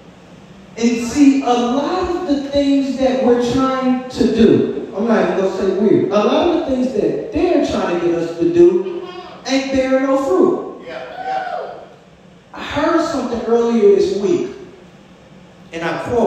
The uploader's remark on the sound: LIVE from Spirit & Life International Ministries!